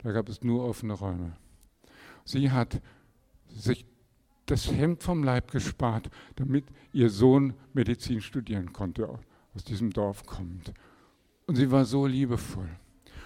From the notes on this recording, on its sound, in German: Predigt im Rahmen des GreifBar+ Gottesdienstes